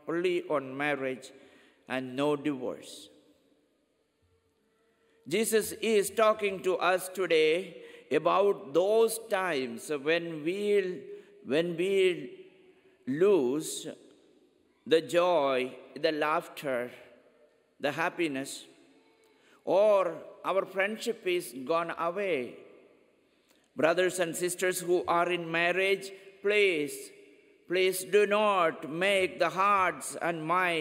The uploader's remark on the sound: Homily at 10 am Mass